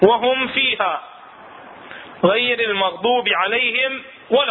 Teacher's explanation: تكون الميم الساكنة أشد إظهارا مع حرفي الفاء والواو · Term: الإظهار الشفوي